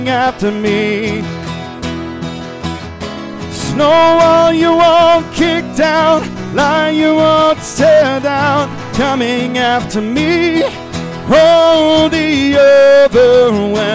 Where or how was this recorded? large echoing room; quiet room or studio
large echoing room